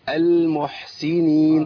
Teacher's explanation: بيان صوت الحاء مع بيان صفة الرخاوة في الحاء والهمس